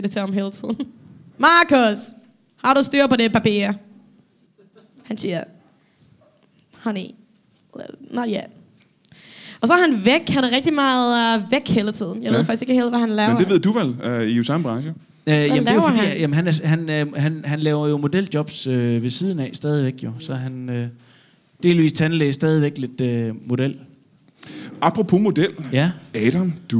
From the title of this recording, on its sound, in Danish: LIVE fra Mojos Blues Bar